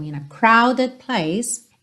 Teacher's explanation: crowded enrola o R porque ele tá antes de uma vogal · Term: R enrolado